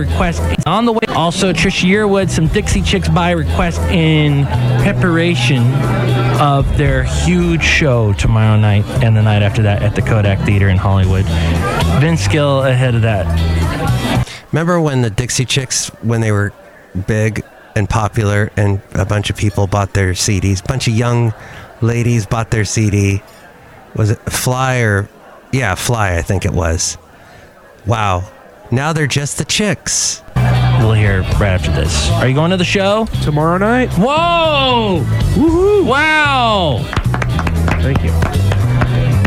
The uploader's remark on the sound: podcast live from Cafe Anyway